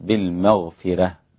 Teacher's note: والعذاب بالمغفرة، أدغم الإدغام الكبير الإمام السوسي الباء في الباء، والعذاب بالمغفرة هكذا، والراء بالمغفرة عند الإمام ورش رققت